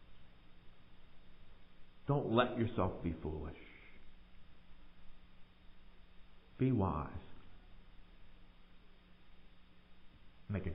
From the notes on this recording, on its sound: Recorded live in the sanctuary of MPPC.